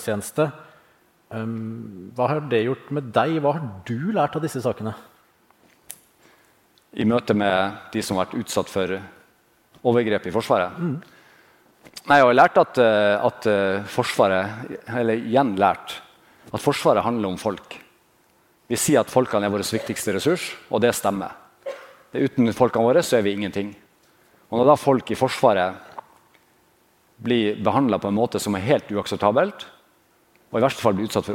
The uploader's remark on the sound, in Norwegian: Under Forsvarets lederkonferanse Modig Ledelse spilte vi i Forsvarspodden inn to episoder med publikum i salen.